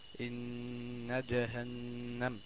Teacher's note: في 2 نون، ان وجهنم، الاثنين نون مشددة تسمى حرف غنة مشدد وتغن بمقدار حركتين